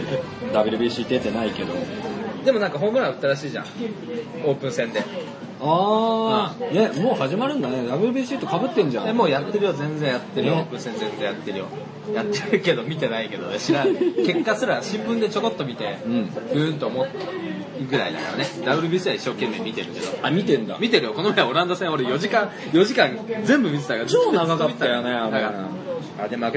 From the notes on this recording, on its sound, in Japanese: 蕎麦屋さんでの収録です